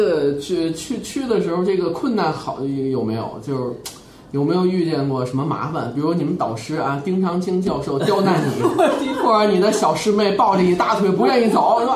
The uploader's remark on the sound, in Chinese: 本期节目为在张大妈办公区用录音笔录制，可能有街道上的杂音，请见谅。